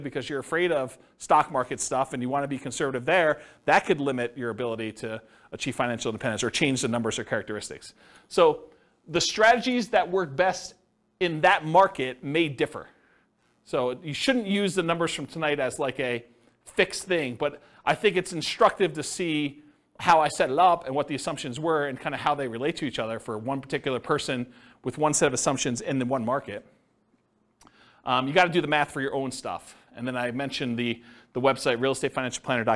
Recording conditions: live audience